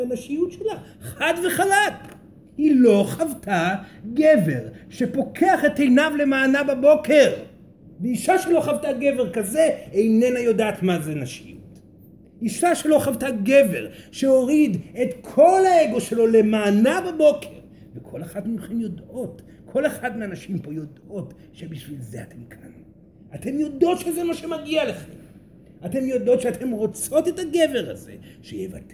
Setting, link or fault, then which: setting, live audience